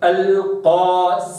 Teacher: طيب هنا تتكرر السين أخلص سينا من سين نحو قوله عز وجل يمسسك مس ساقر، شوف مس ساقر. طيب حينما تقع السين بين مفخمين لا بد أن أراعي ترقيقها